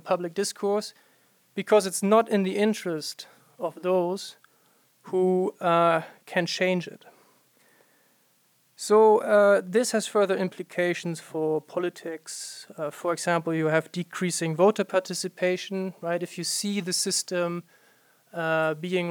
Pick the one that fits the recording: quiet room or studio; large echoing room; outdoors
large echoing room